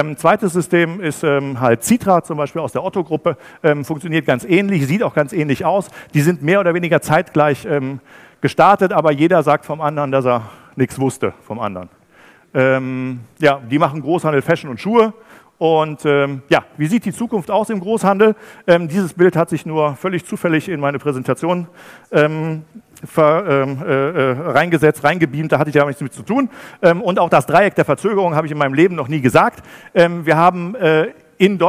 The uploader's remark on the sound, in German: Beim Digital Commerce Day für einen anderen Speaker eingesprungen und hat einen denkwürdigen Vortrag zum Ende des Großhandels gehalten.